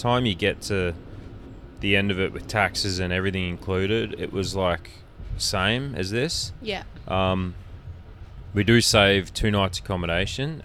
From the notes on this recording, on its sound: First EVER Podcast Recorded From a Sleeper Train In Vietnam? We recorded live from our 32-hour sleeper train from Hanoi to Saigon, it didn't go perfect but we did our best. This episode was recorded live from Vietnam in June 2022.